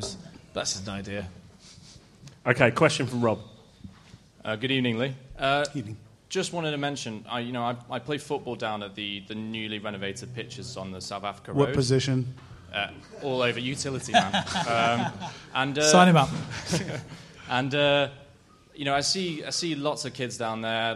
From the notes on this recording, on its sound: QPR LIVE PODCAST 2016. Live podcast from the Good Ship in Kilburn! In front of a live audience.